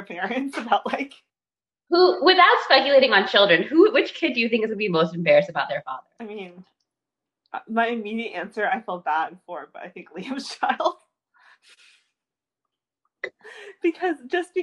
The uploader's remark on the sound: We would apologize for any technical glitches